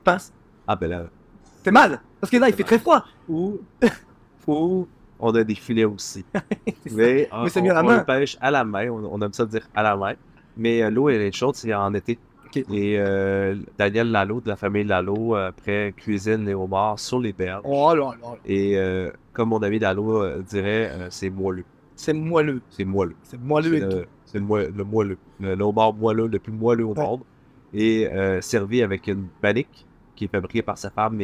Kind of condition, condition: setting, busy venue